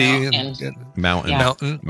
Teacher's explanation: do a gap sound for the T